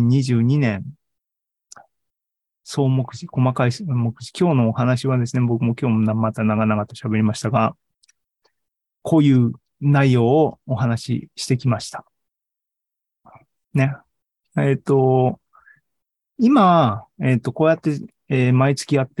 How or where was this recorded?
video call